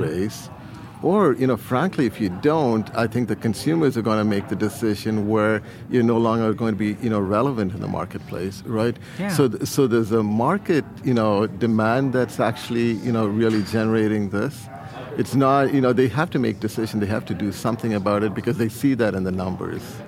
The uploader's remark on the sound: LIVE FROM MONEY 20/20. In this episode from Money 20/20.